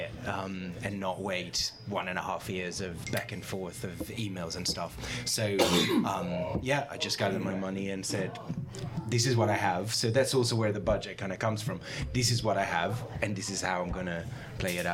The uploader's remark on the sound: This episode of the podcast was recorded live at Orleans Restaurant in Davis Square as part of the 44th Annual Boston SciFi Film Festival.